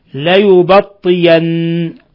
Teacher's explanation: وقرأ أبو جعفر بإبدال الهمزة ياء وقفا ووصلا